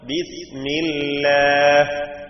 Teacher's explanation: എന്നാൽ ലാമിന് മുമ്പിൽ കസ്ര് വന്നാലോ അവിടെ തർക്കീഖ് ചെയ്യണം.